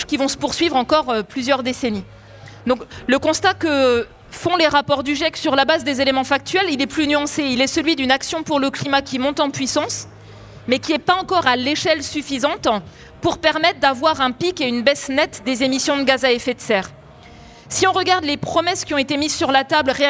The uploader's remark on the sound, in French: Dans cette conférence, nous avons laisser l’occasion à tous nos festivaliers mais aussi aux auditeurs de Brut de pouvoir poser toutes leurs questions. Une session de questions réponses.